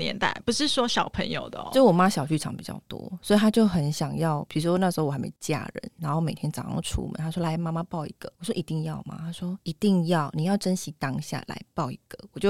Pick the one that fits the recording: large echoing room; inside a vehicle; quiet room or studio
quiet room or studio